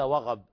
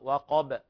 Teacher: وقب، القاف ليست غين، ليس وغب، يعني القاف سمعتها مشربة بصوت الغين، هي قاف ليست غين، يعني هي قريبة في المخرج لكن نبين القاف من الغين · Shown in: second take